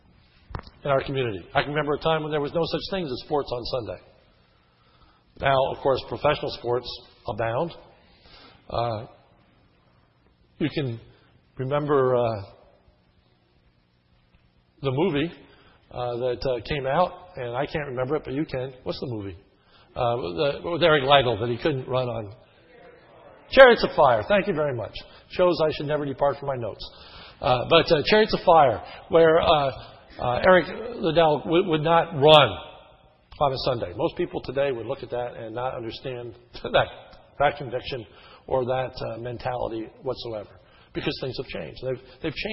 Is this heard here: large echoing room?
yes